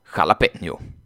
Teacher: Ja, det där n-et med krummeluren ovanför kallas för ng. Och lite förenklat kan man väl säga att det är som ett n och ett j som sitter ihop